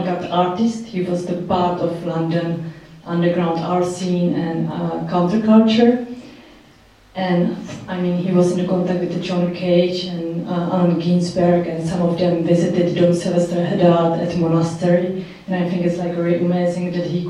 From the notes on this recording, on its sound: Recorded at the Czech Embassy Cinema in London